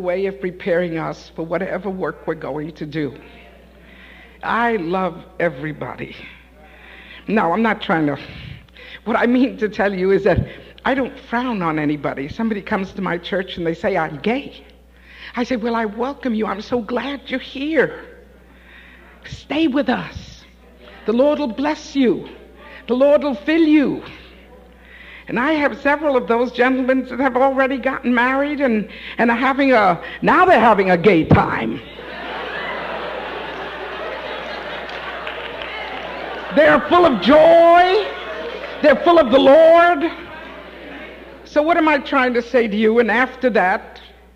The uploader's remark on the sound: Live At The Love Of Jesus Family Church.